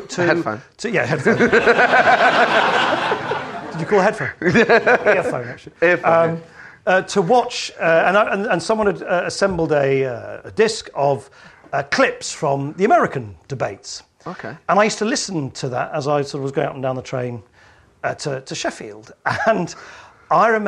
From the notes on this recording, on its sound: joined on stage this month